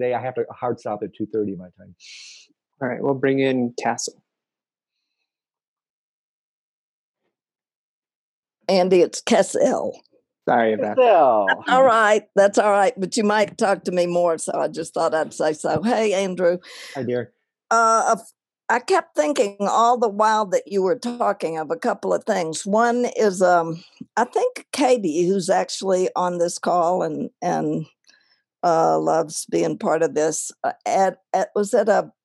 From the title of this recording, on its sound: Virtual Hangout